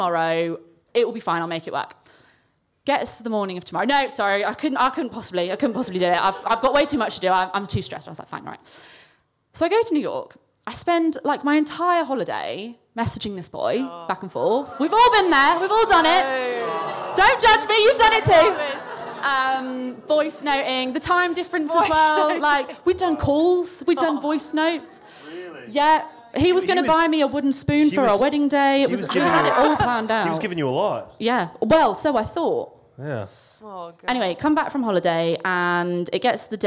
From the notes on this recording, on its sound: with a live show featuring comedians